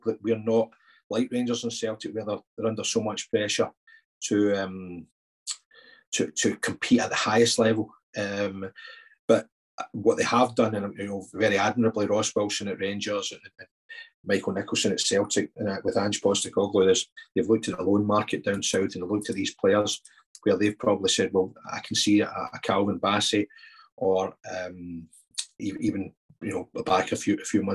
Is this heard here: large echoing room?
no